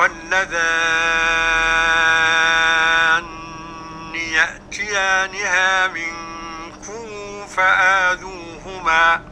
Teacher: قرأ الإمام ابن كثير بتشديد النون